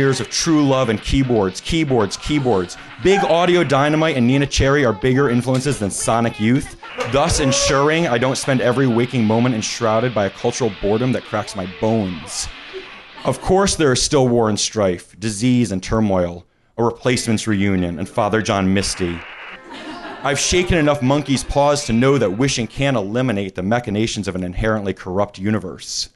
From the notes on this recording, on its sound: Recorded July 18, 2017 at Hi-Fi Bar in New York City.